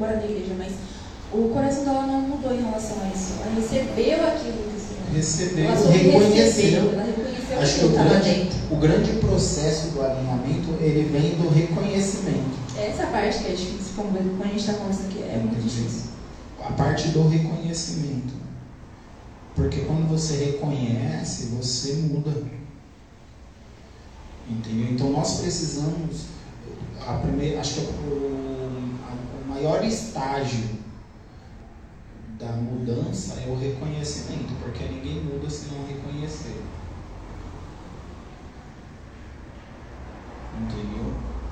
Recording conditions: large echoing room